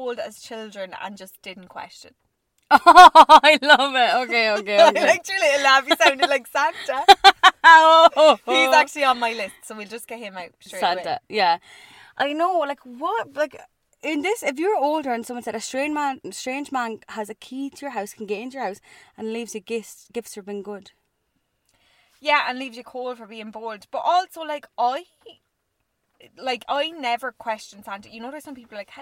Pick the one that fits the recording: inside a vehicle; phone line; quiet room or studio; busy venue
inside a vehicle